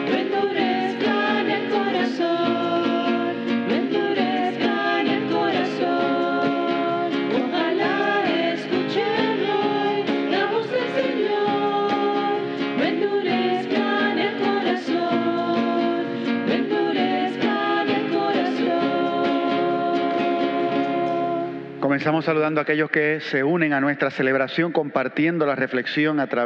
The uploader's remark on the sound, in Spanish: Grabada en la celebración eucarística dominical en nuestro Santuario